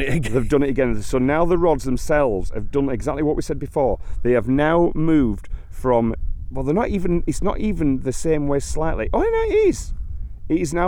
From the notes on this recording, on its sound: on location on Ilkley Moor, Yorkshire